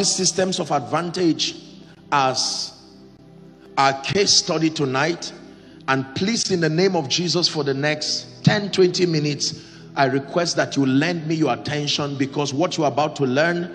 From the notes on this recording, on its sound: Accelerate Conference 2023 ||The Elevation Church|Lagos-Nigeria